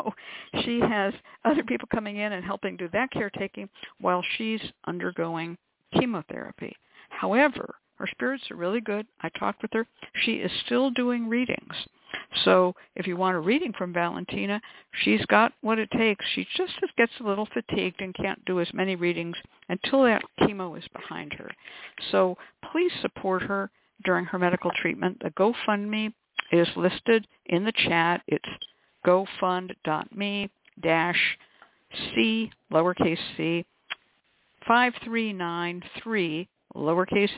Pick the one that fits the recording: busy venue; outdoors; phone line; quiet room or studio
phone line